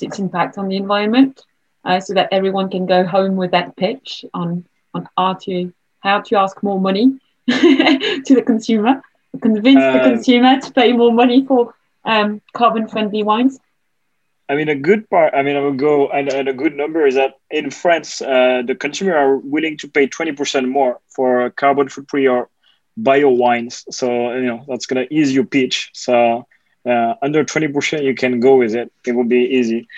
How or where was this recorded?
video call